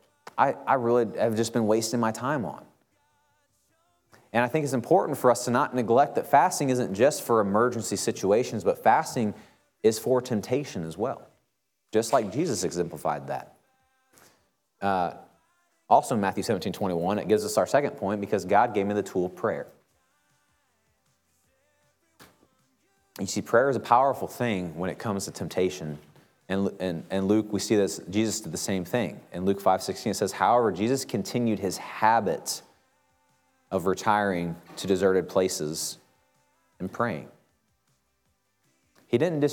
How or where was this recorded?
large echoing room